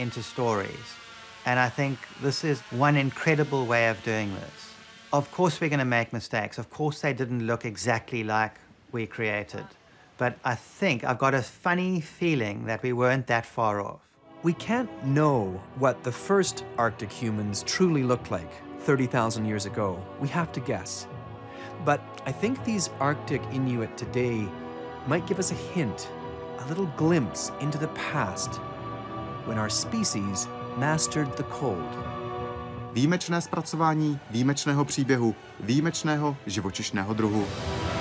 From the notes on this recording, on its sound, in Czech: Rozhovor s oběma jsme natočili na festivalu AFO v Olomouci.